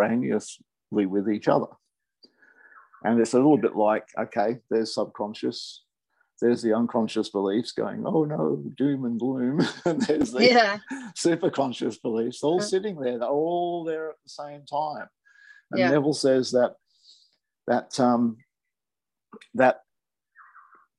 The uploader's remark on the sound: I recorded this on zoom as a conversation